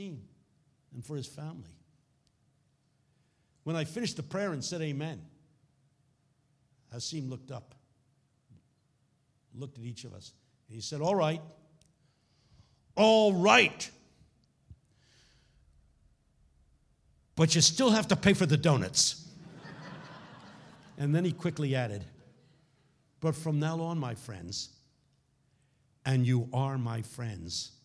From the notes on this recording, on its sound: Keynote talk from the 2018 Stirling Conference